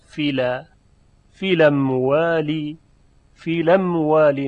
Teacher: یادتون هست که اگر الف و لام بر سر همزه قطع در می اومد در روایت ورش مصری، همزه حذف می شود، حرکتش رو میدن به لام ساکن و لام ساکن با حرکت همزه خونده میشه. در اینجا فل ا میشود فیلا، فیلم والی، فیلم والی، نقل و حذف و به طور اختصار نقل حرکت هم بهش گفته میشه.